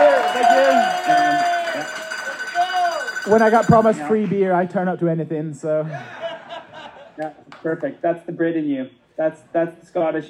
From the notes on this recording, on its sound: We had the good fortune of taping this episode of the podcast in front of a live audience at a local brewery, and we think it brings through a little of the amazing atmosphere. Zoomed in from mono jail. The audio quality from this episode is.....mixed, but it seems to be workable.